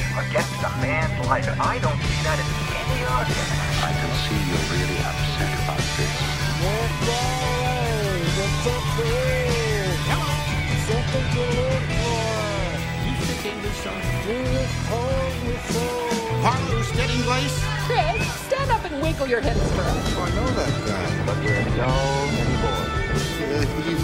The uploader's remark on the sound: I've done so much recording behind the wheel